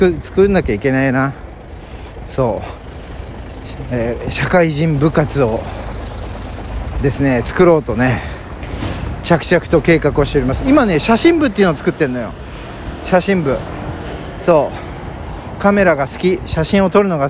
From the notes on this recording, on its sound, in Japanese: 今日のロケトークは天気のいい神田から九段下までの道中。神田から九段下までの道中を収録しております。歩きながらが楽しい季節になりましたね。